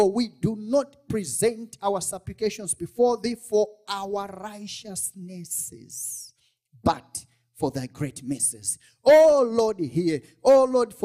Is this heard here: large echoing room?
yes